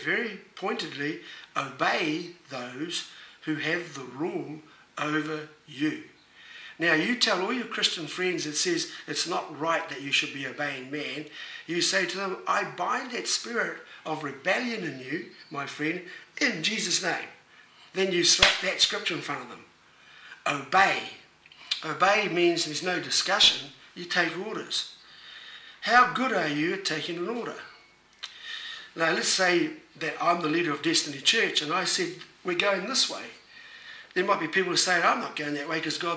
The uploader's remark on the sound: Was recorded live at Destiny Church Auckland.